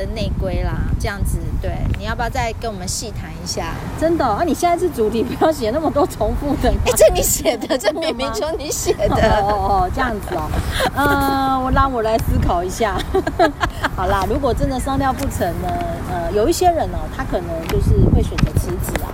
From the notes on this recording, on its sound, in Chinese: 第3及第4集是普度後在戶外錄音，背景音有很多風聲，請想像是跟著我們一起在公園聊天的感覺吧。